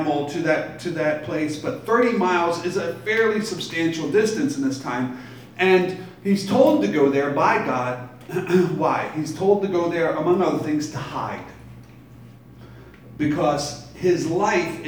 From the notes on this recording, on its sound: Live from Black Cloister Brewing Company.